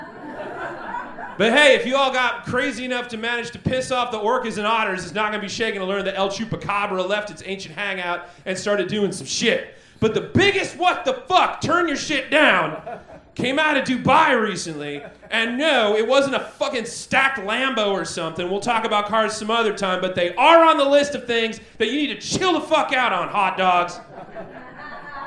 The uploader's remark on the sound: Recorded LIVE at Chicago’s Historic Green Mill Lounge on August 19th 2023